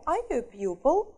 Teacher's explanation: Да, интонация немного кверху.